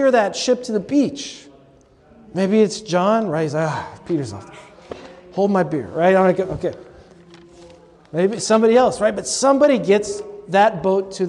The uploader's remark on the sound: delivered at a recent convocation of Catholic leaders in New Jersey